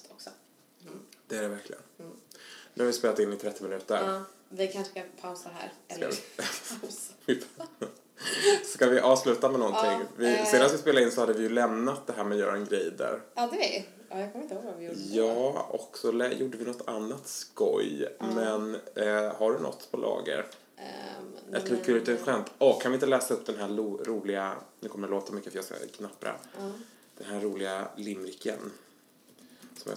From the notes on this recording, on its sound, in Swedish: Vi är tillbaka med lika dålig ljudkvalitet som vanligt